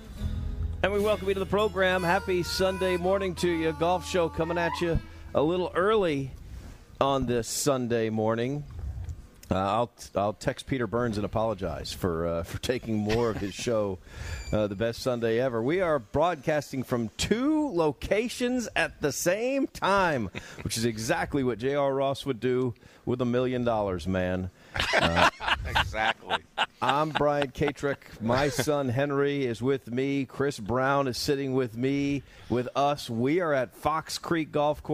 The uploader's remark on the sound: live from Fox Creek Golf Course